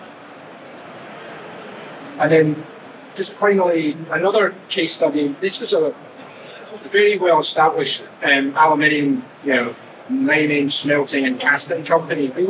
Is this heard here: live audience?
yes